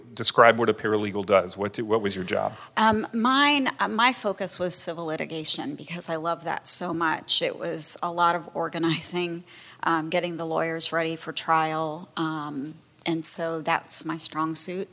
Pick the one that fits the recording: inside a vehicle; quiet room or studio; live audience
live audience